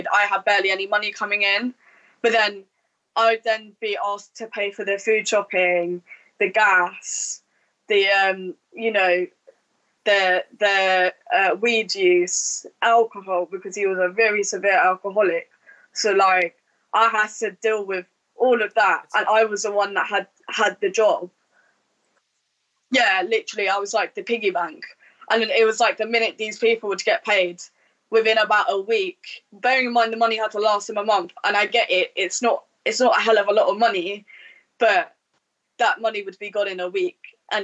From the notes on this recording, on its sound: Sorry for the audio issues.